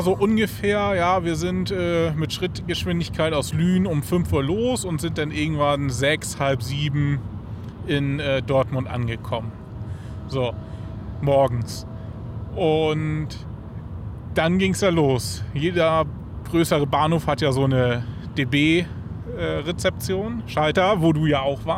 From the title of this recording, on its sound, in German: Live von der Autobahn